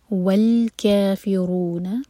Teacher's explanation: را ہیوی اور دو حرکہ لمبا مد تبعی